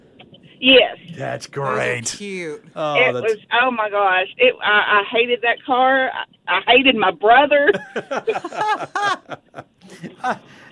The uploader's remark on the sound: Every once in a while, on Sunny 92.3, we open the phone lines to YOU!